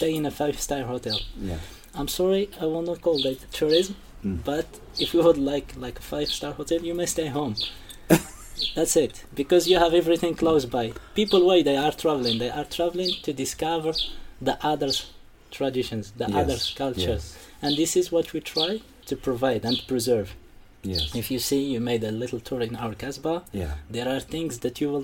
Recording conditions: outdoors